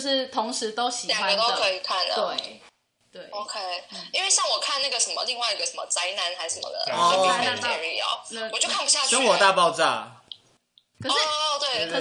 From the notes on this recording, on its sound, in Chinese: 這集音質很差。好啦因為我們臨時起意用電話錄音對不起啦大家。